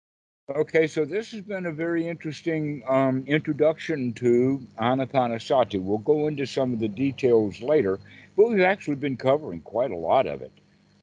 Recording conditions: video call